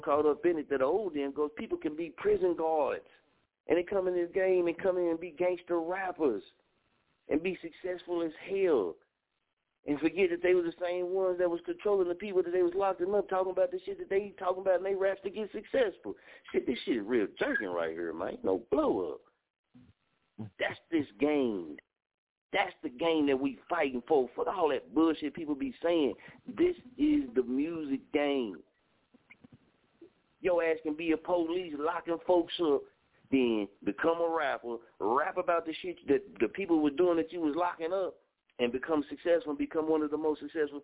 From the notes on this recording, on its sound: Tonight show we gone open the lines up for you to call in and POP YOUR WORK!